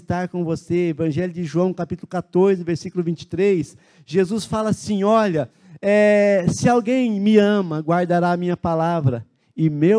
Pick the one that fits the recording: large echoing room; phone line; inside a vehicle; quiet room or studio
large echoing room